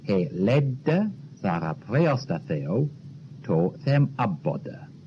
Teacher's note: Again, double consonants sounded long. Double D in ledda as well as double B in Abboda.